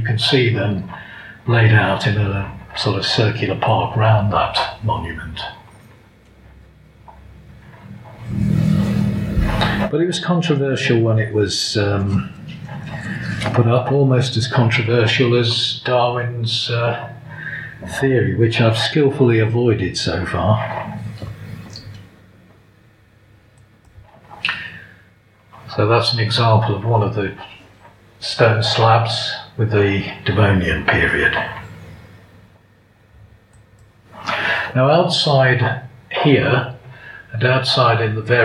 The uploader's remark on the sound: Darwin Festival 2022. Recorded in the Hobbs Room at Shrewsbury Library. Despite the poor audio this lecture is at least audible.